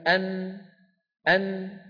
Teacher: فتجد بأنك قد قرعت بطرف لسانك ما يحاذيها من غار الحنك الأعلى، وصاحب ذلك غنة تخرج من فين؟ من الخيشوم. أن، نعم، شايفين الدوائر، الدائرة السوداء تدل على منطقة القرع، الدوائر البيضاء الثلاثة داخل الخيشوم تدل على خروج الصوت كذلك عند نطق النون.